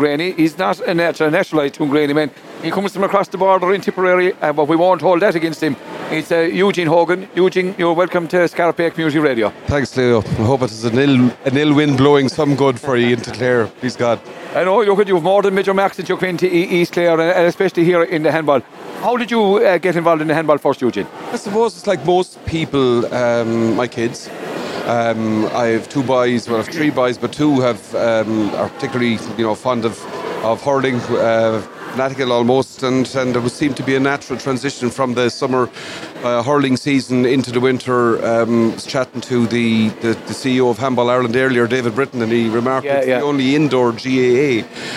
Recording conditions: busy venue